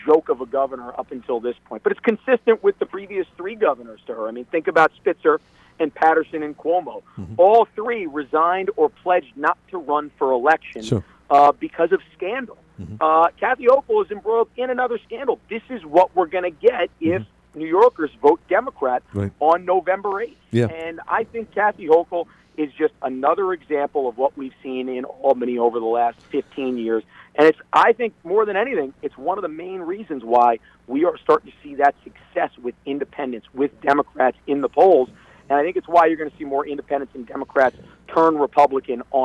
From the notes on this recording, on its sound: A woman called in frustrated about mental health options for her adult children.